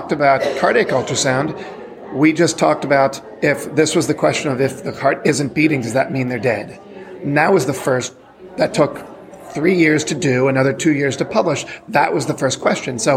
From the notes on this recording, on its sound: The GEL crew traveled to Portland, Maine to do some on-the-street reporting at the annual conference for the Society of Clinical Ultrasound Fellowships (SCUF). What evolved was a series of incredible mini-interviews.